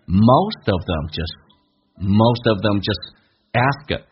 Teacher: Most of them just ask a few questions.那么大部分他们会问这个问一些问题。来看一下 most 跟 of 有连叫 most of. Them 用降调读,just 也用降调读，属于 function words,非习词汇，变成 most of them just ask.